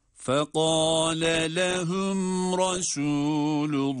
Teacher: Şimdi burada ayrı kelimeler olduğunu ifade için, vurgulamak için fekale lehum, yani ikinci lama başlarken bir ses vurgusuyla farklı kelime olduğunu ifade etmemiz gerekiyor.